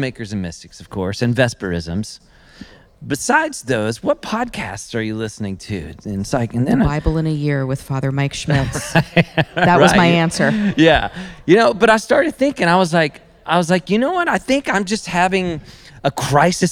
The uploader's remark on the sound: This Artist’s roundtable discussion was recorded live at Loom creative arts event in Spruce Pines, NC.